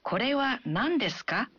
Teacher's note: Jika Anda menambahkannya di akhir sebuah kalimat dan menyebutkan kalimatnya dengan intonasi menanjak, artinya Anda mengajukan pertanyaan